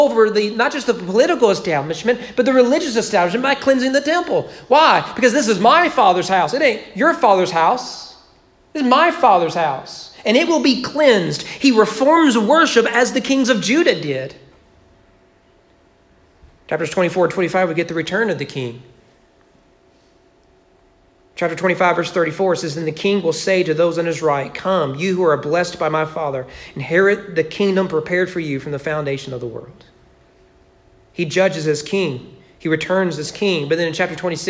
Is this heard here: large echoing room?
yes